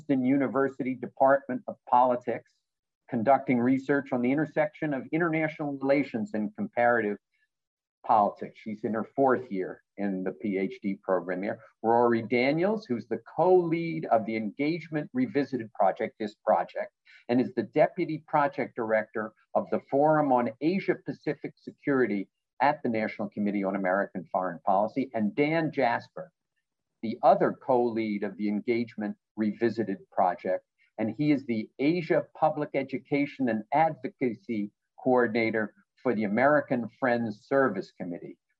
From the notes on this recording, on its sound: The National Committee on American Foreign Policy and the National Committee on U.S.-China Relations hosted a virtual program.